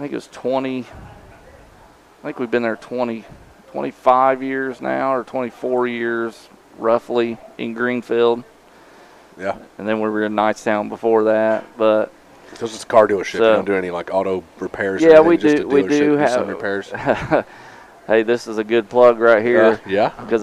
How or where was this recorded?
busy venue